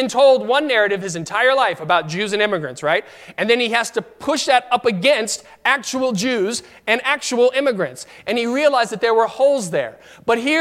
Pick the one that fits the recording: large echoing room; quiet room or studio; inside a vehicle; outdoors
large echoing room